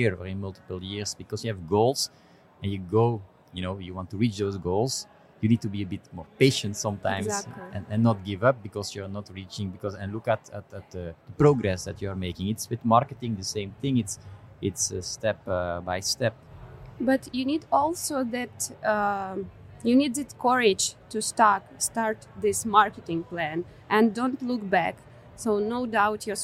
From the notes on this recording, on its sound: This episode was recorded at Web Summit in Lisbon on November 4, 2021.